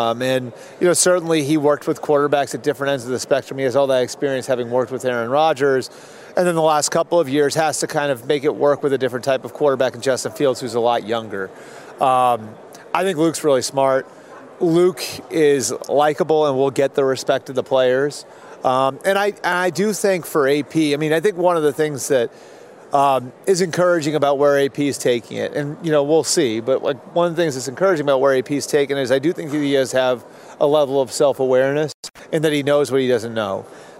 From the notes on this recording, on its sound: LIVE FROM RADIO ROW AT SUPER BOWL 58